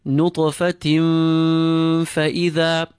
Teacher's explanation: The rule of covering. We pull the tanween and we prepare our mouths for the letter fa whilst pulling the tanween. · Term: the rule of ikhfa